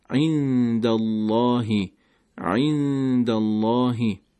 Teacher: کلمه عین رو داریم که از وسط حلق باید تلفظ بشه